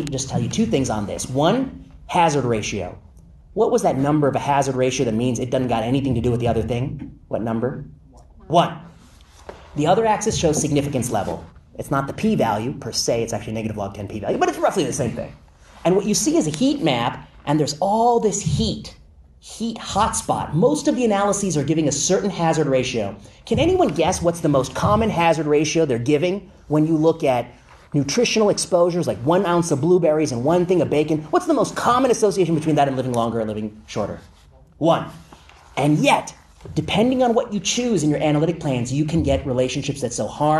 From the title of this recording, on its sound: Lecture at UC Berkeley